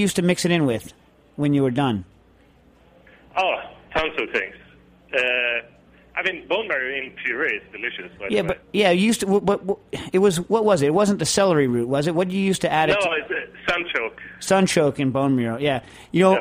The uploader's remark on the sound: Is in the studio and he’s joined. On the phone to tackle your questions.